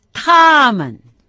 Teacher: суффикс произносится без тона, то есть с легким тоном, просто присоединяется к соответствующему местоимению